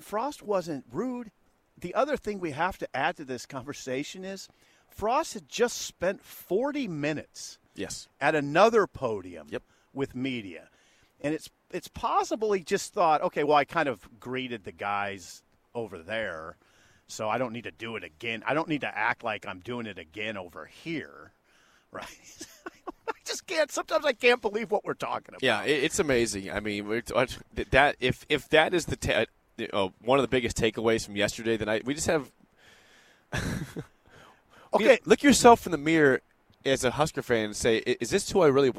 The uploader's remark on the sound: Live from Big Ten Media Day in Indianapolis. Coverage of 2022 B1G Media Days at Lucas Oil Stadium in Indianapolis.